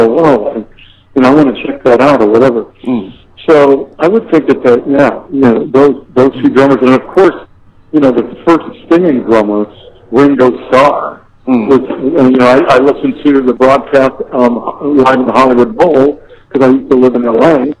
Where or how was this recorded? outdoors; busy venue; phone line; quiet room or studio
phone line